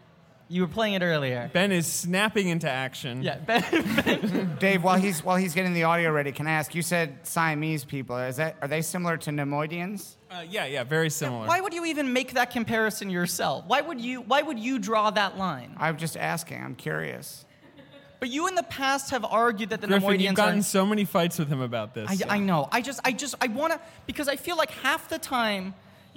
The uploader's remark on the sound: Live from the 18th annual Del Close Marathon in New York City